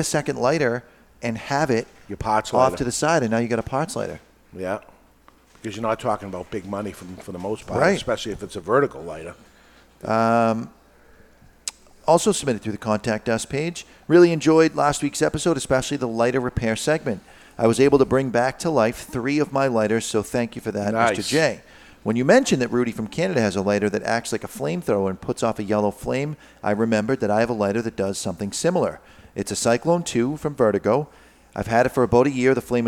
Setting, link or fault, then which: setting, live audience